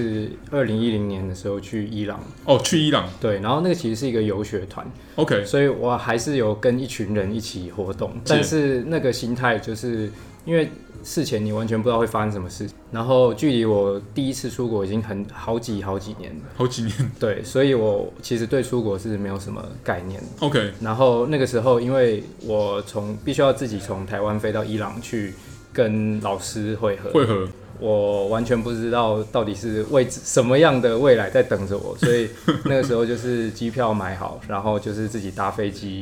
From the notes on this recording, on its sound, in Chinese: 錄音地點：Kafemera - 卡菲米朗坊